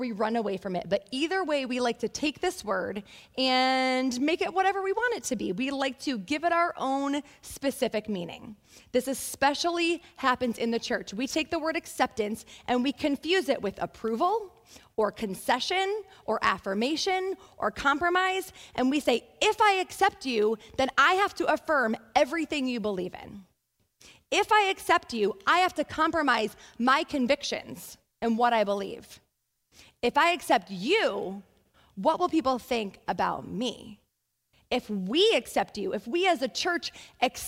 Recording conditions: large echoing room